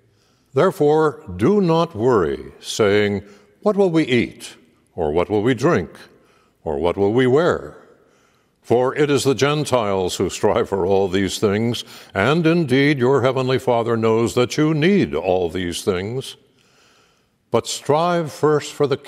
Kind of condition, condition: setting, large echoing room